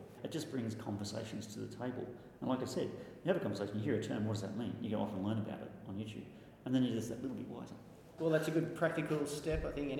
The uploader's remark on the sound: The episode was recorded on the second day of last week’s Modern Manufacturing Expo